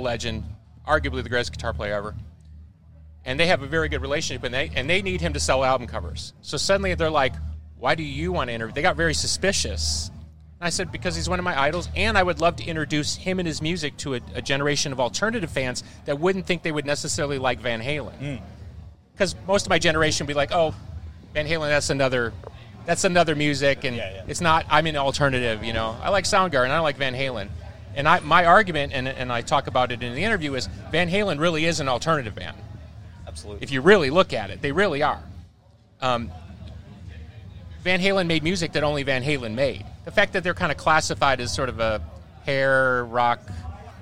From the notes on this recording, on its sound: The Everblack Podcast teamed up with Heavy Mag at The World Is A Vampire Festival in Brisbane